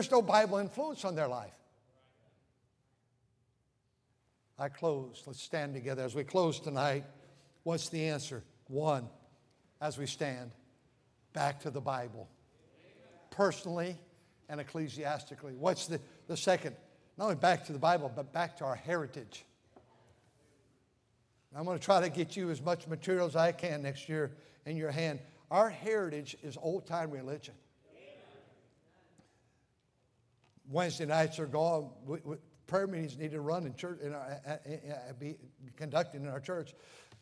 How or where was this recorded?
large echoing room